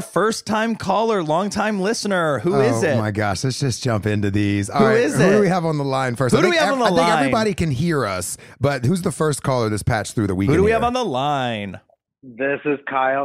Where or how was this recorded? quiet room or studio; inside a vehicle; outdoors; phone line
phone line